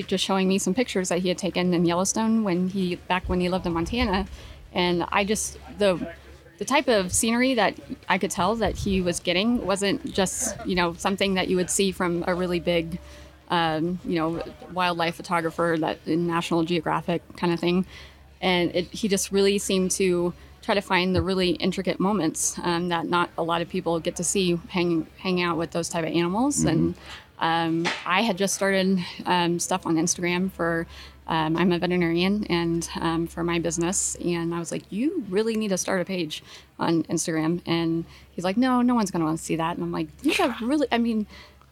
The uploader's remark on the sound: Live from Mountain Archery Fest